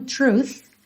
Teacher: Truth, tem o th no final, com arzinho mesmo